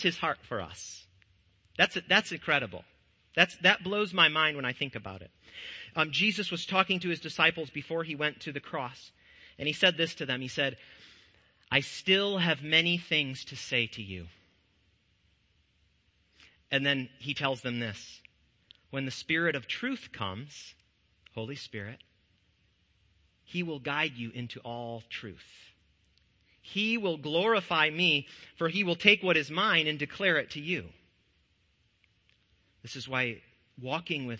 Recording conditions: large echoing room